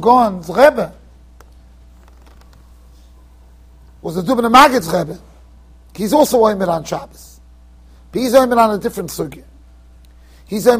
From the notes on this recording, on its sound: Shiur recorded in Yeshivas Ohr Reuven, Monsey NY.